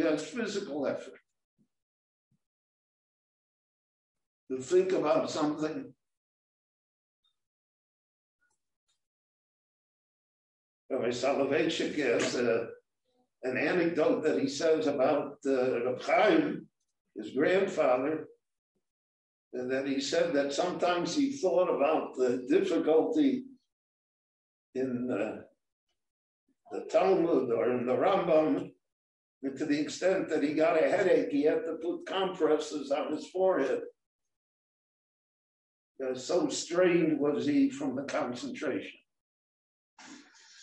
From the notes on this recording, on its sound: This short Dvar torah was recorded LIVE in Jerusalem at Beit Knesset HaNassi